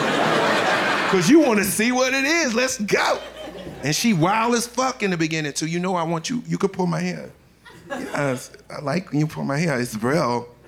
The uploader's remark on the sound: Live from Tribeca. An incredible hour of standup comedy.